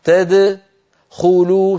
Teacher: ضم الدال بالإضافة إلى ضمه للخاء، هذا لا يصح، لابد أن نقلقل الدال هكذا تدخلوا ثم نضم من أجل الخاء